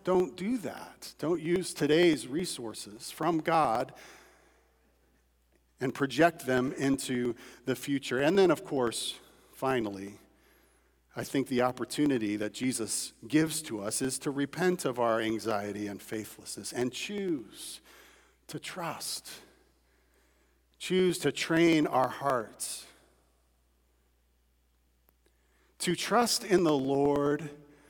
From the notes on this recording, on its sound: At Redeemer Church on February 27, 2022. Was preached from Matthew 6:25–34 at Redeemer Church.